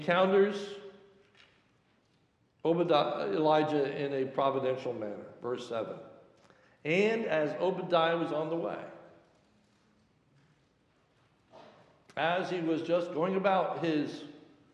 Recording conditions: large echoing room